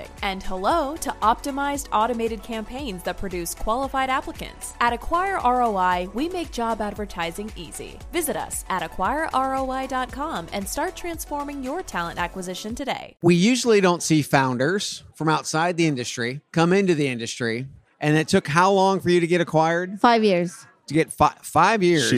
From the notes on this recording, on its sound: live at iCIMS Inspire in San Diego